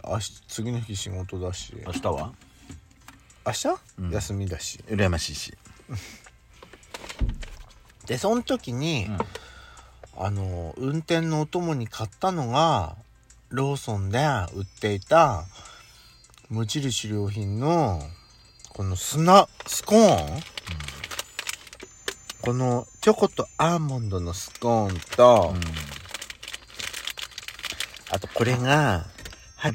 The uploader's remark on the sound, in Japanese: パーキング収録。咀嚼音はご容赦ください。